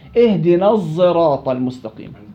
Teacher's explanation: بالصاد المشمة رائحة الزاي ليس الزاي خالصة